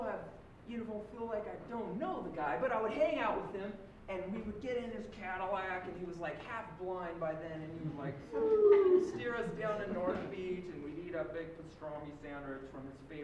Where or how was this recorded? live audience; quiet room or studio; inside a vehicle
live audience